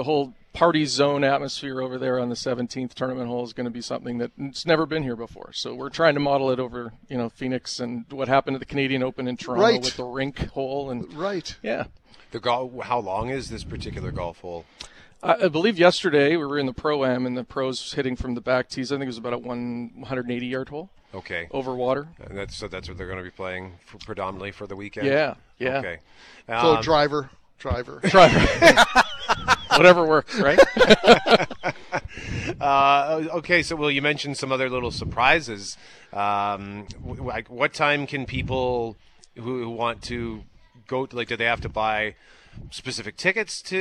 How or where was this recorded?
busy venue